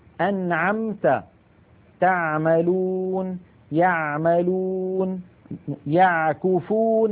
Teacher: العين الفصيحة أعمق إلى تحت أكثر، أنعمت، تعملون، يعملون، يعكفون على، يع عميقة أكثر من العين التي نعتاد في العاميات على الاتيان بها.